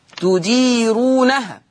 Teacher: هذه الراء مرققة، تديرونها، لأن الراء مضمومة ومسبوقة بياء مادية